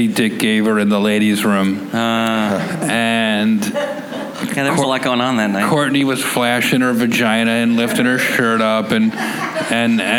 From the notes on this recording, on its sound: Recorded live during Clusterfest 2018 in San Francisco. Comedy Central was kind enough to ask me to host a series of Clusterfest panels for the media that they called fireside chats.